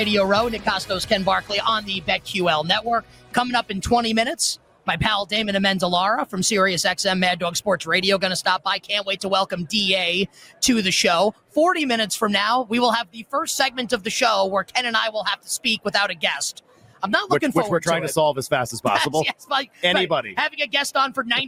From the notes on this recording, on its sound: LIVE from Radio Row